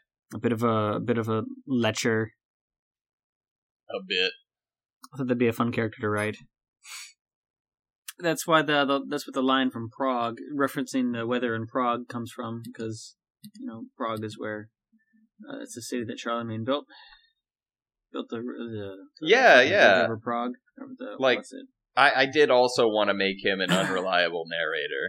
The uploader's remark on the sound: My apologies for the rough audio quality from my. Mic at the end, it served well for several years but finally shit the bed a couple minutes before we finished recording, i did my best to clean it up, but the audio quality was not recoverable.